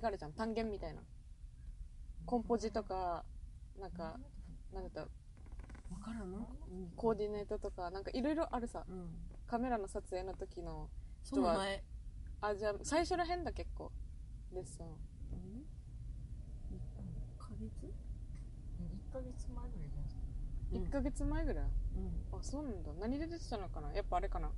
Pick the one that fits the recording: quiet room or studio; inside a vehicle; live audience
inside a vehicle